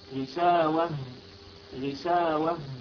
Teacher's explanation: الوترين الصوتيين لا ينفتحان تماما إنما ينفتحان انفتاحا جزئيا فتخرج صوت الهاء